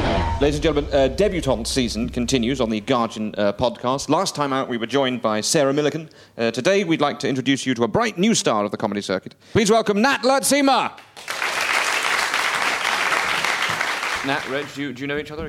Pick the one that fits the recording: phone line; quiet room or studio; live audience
live audience